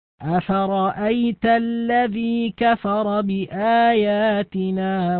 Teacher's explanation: فاللام نلاحظ أنها ساكنة وأتى بعدها الذال التي هي من حروف اللام الشمسية، فالحكم هنا الإدغام